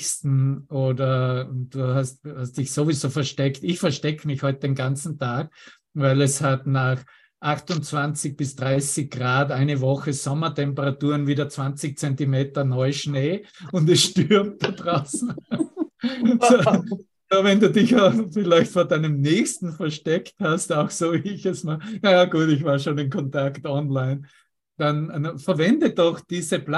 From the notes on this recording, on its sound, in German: Zoom-Session. Veranstaltet von der Aleph Akademie.